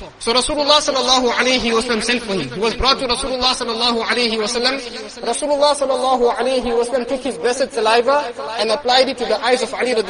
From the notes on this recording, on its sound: Jumuah lecture